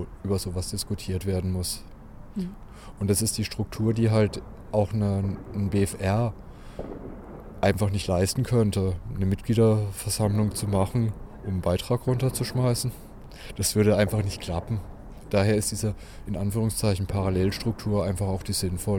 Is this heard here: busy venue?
yes